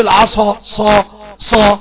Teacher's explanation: ما فيش اطباق في حرف القاف